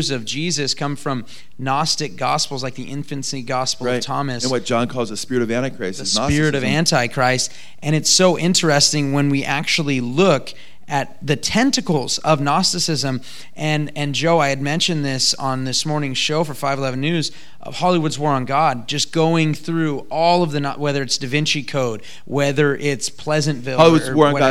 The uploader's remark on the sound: Today's broadcast is filmed live from the premiere of our new film. At Blessed Hope Chapel in Simi Valley, CA.